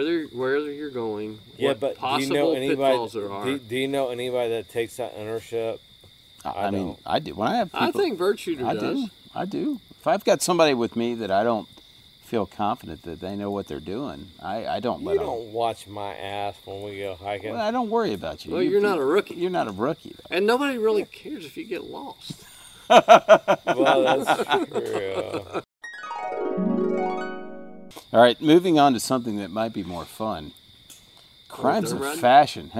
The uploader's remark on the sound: from the mountains surrounding Lake Burton to sit fireside